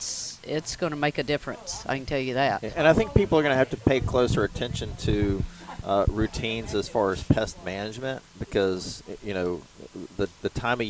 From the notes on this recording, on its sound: broadcasting live from Campbell Road Nursery